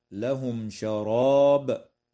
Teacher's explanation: تظهر الميم عند الشين في قوله تعالى: لهم شراب